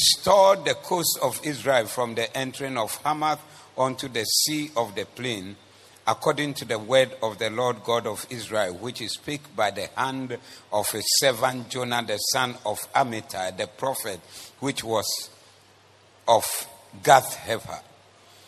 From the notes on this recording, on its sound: Preached at the Zeloo Service